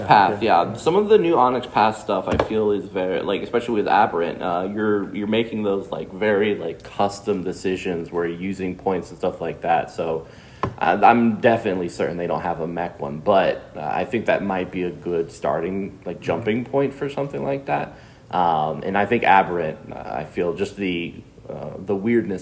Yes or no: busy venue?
yes